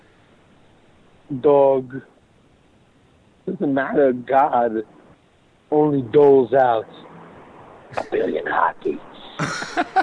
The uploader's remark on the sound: Phone calls.